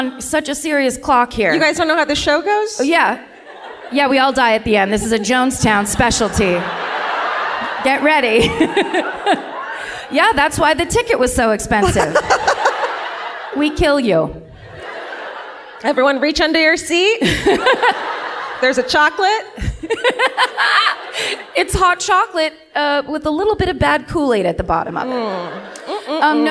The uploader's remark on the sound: Live at the Chinateatern in Stockholm